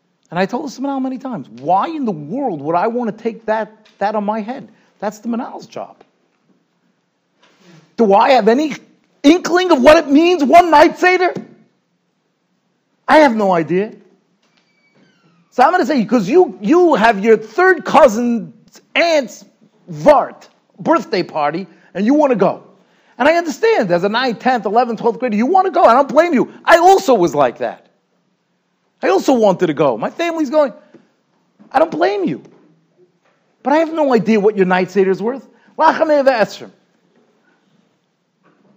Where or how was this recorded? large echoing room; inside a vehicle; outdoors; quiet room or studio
large echoing room